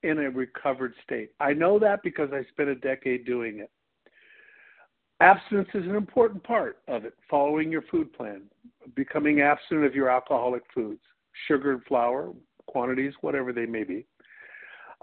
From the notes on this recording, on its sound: 100 Pounders Phone Meeting